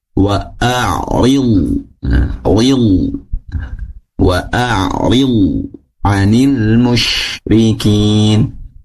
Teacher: Namun, perlu diperhatikan di huruf lo. Lo tidak mantul ketika sukun ya.